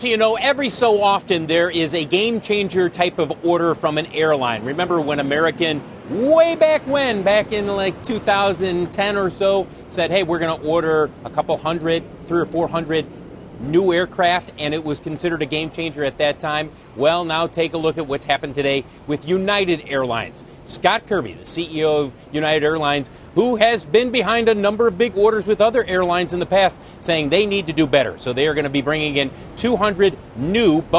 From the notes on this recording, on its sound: we’re live from the Aspen Ideas Festival